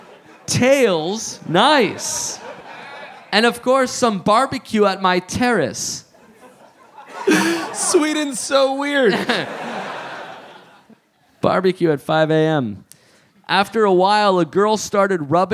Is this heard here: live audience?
yes